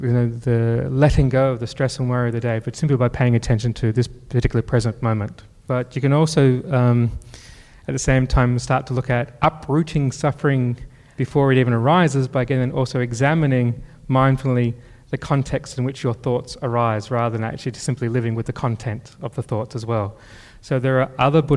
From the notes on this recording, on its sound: Thanks also to our event partner, Melbourne Knowledge Week. This podcast was recorded on Tuesday the 21st May at Hoyts Melbourne Central.